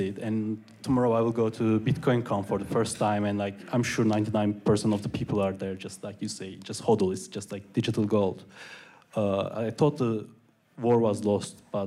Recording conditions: live audience